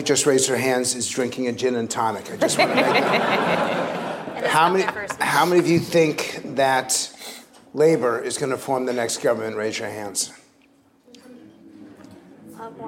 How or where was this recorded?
live audience